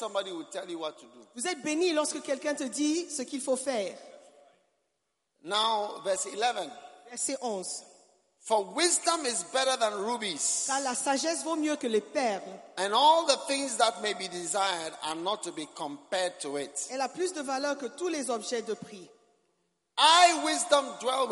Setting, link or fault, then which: setting, live audience